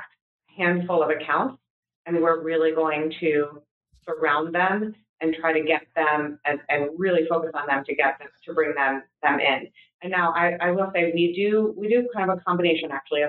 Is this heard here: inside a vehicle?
no